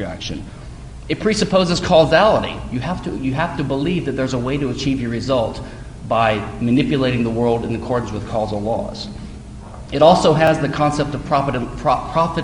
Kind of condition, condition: setting, live audience